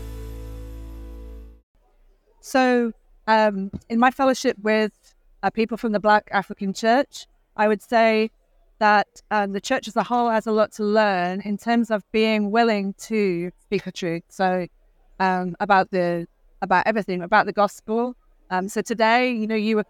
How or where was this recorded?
busy venue